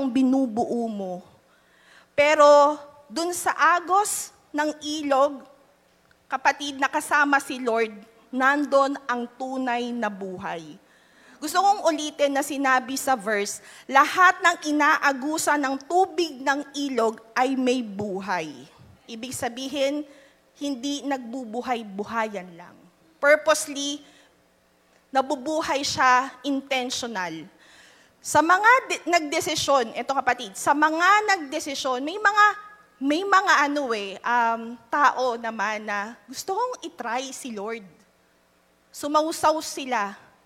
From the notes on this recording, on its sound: Live at Quest United 44th Anniversary